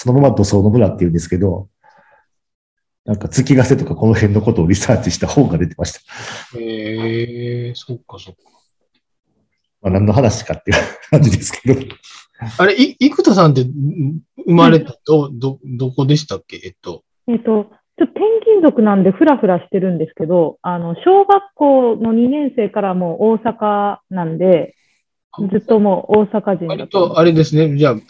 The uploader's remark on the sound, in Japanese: 4人とも違う場所でのzoomを使った収録なので、ものすごくぎこちない収録となりましたが。